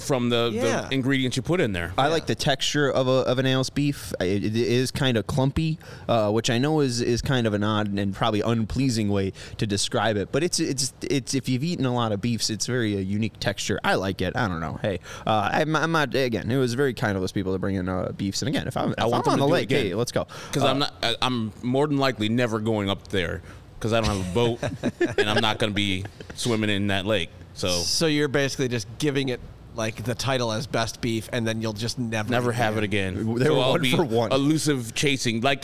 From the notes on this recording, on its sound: live from the ballpark